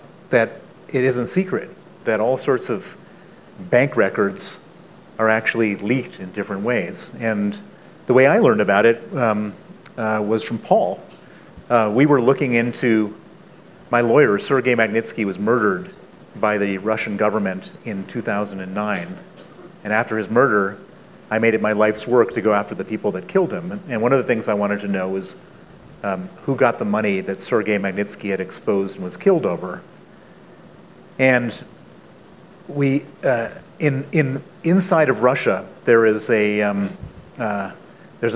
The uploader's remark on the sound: on stage at the Aspen Ideas Festival